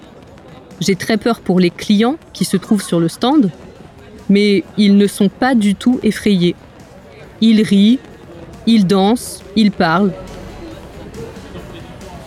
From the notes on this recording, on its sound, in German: auf dem Festival La fête de l’Huma in der Nähe von Paris